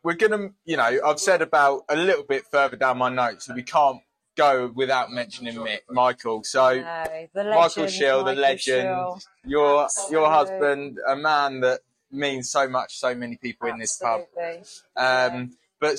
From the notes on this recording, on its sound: live from her pride and joy, The George & Dragon Tarring